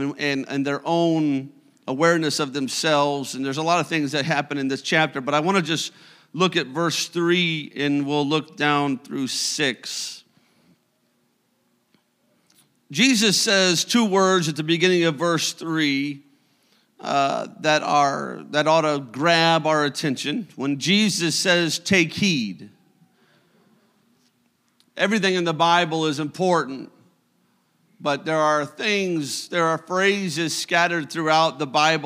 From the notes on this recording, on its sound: a service recording from Connect Point UPC